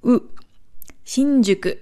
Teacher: Das japanische U ist kein U, sondern eher eine Mischung aus U und Ü.